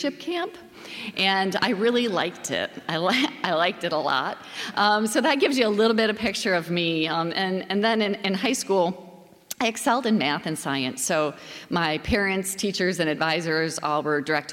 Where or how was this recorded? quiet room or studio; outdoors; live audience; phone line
live audience